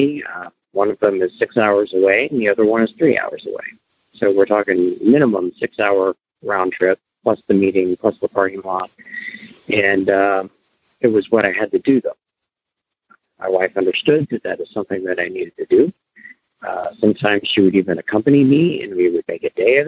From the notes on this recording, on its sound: Noon Phone Speaker Meeting